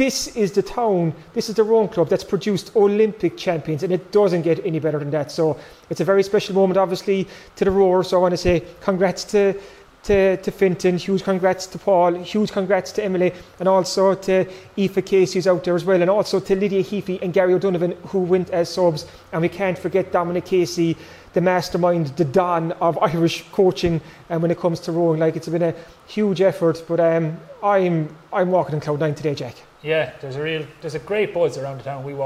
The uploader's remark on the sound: Live from Skibbereen Rowing Club!